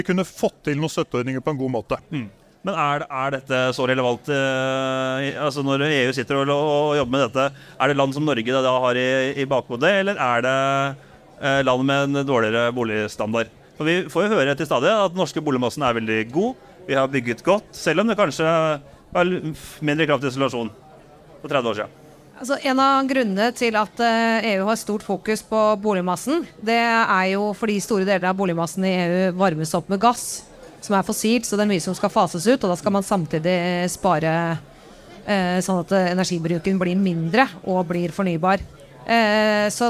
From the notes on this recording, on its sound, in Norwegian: Vi tok praten live fra Arendalsuka